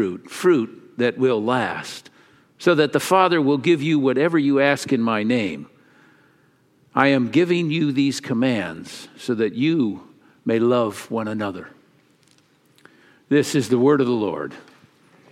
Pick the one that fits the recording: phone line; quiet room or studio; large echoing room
large echoing room